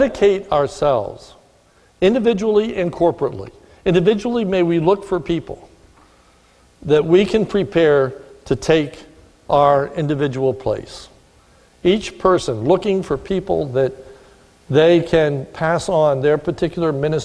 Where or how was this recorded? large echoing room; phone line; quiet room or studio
large echoing room